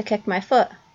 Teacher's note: we call it a T glottalization, where the T is actually getting dropped. A lot of us drop it a little bit, but in some of these speakers, it's dropped in a way that's very salient.